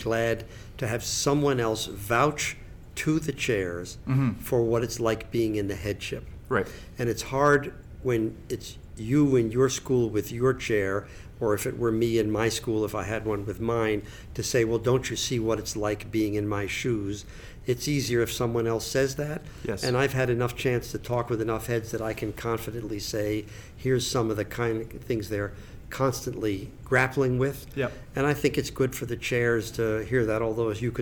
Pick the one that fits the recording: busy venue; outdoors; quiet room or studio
busy venue